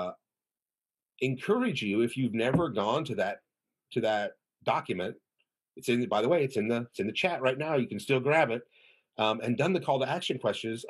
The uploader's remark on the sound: This was originally streamed on Zoom.